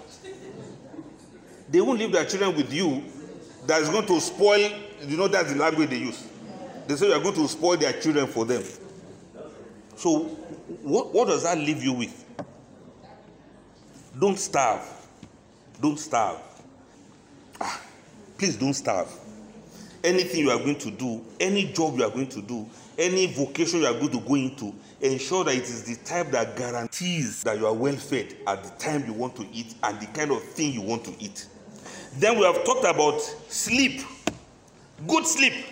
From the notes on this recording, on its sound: This lecture was presented at a workshop organized by the Abuja Enterprise Agency (AEA), Abuja on 8 February 2022. The workshop was organized as pre-retirement training for civil servants and senior citizens.